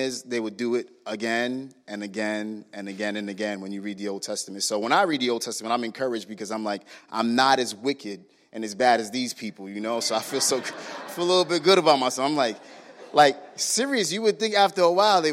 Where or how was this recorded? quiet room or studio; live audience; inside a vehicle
live audience